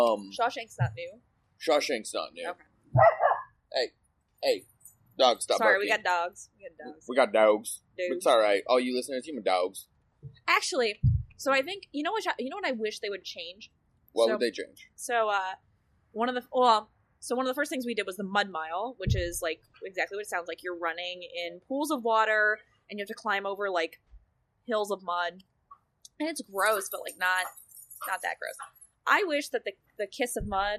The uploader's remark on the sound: this episode was recorded LIVE from my backyard